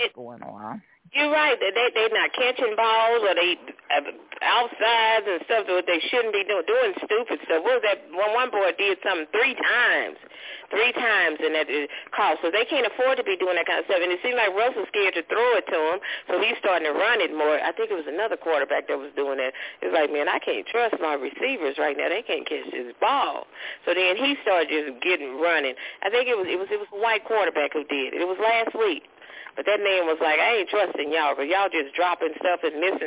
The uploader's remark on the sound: your phone calls